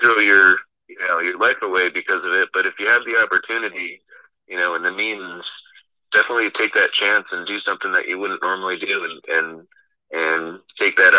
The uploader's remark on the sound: take a spur of the moment phone call